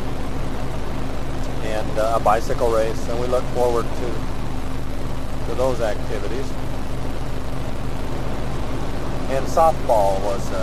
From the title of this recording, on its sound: Driving into work